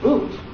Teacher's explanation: when I say the word boot, my lips are already rounded in anticipation of the O sound.